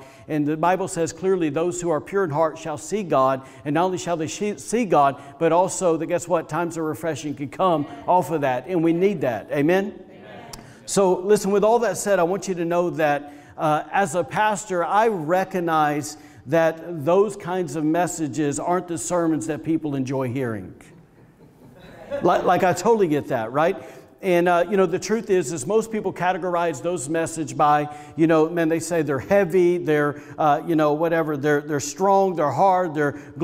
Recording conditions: large echoing room